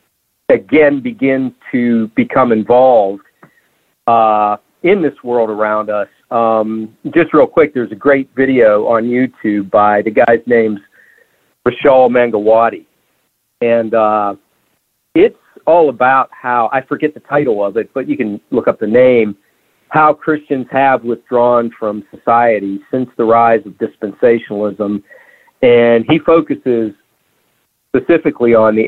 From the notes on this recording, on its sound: joined in by phone to share his thoughts as well.